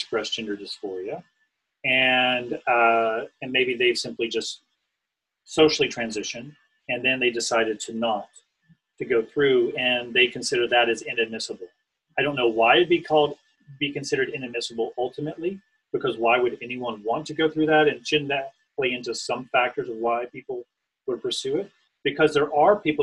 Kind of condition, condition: link, video call